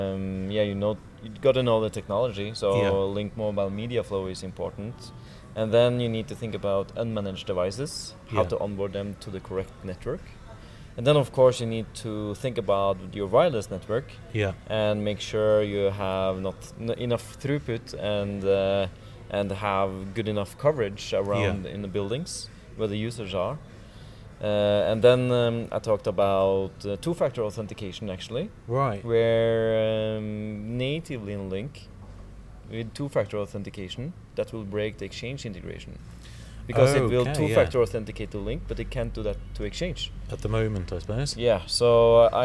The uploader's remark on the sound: Live from TechEd Europe